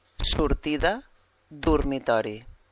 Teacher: Quan la vocal O és àtona, aleshores pronunciem una U.